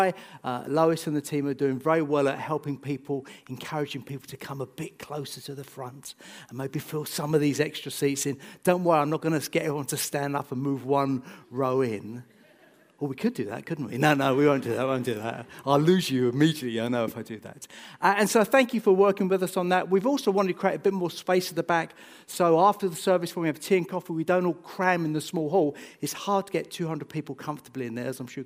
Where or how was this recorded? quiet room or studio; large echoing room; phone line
large echoing room